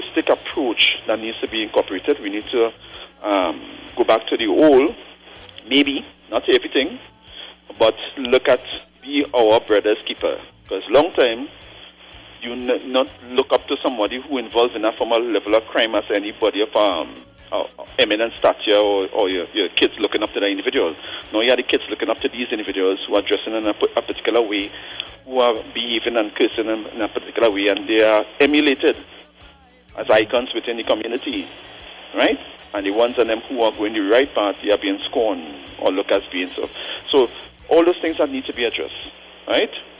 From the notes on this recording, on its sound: we take more calls from the audience